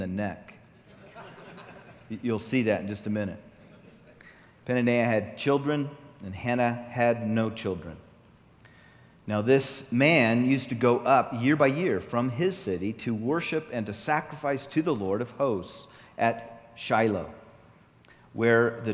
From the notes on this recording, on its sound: Session 1 from the 2014 Southwest Men's Conference